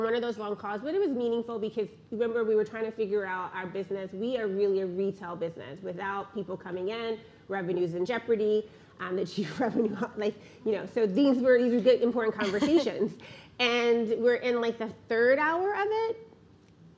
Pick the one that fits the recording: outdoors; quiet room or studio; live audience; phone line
live audience